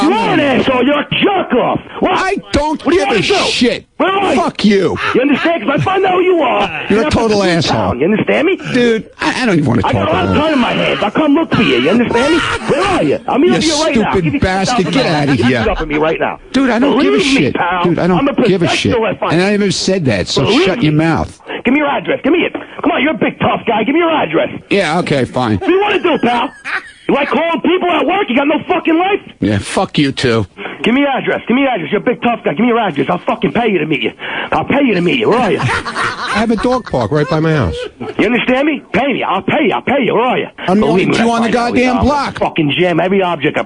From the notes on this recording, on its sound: Personal Prank Phone Calls Collection